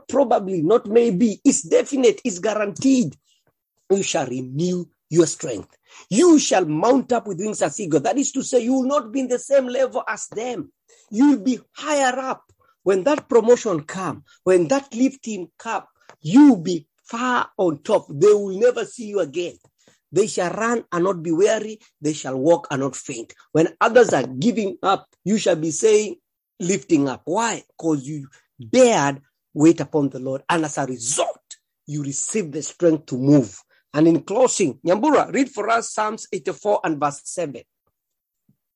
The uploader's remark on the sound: Thank you for praying and joining Living Effectively zoom meeting